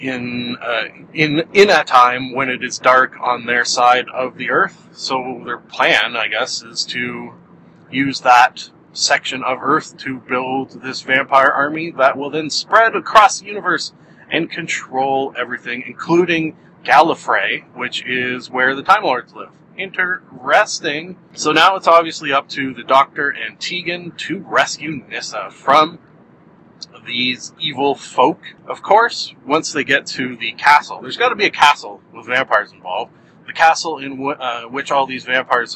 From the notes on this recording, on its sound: I drive to work and record a podcast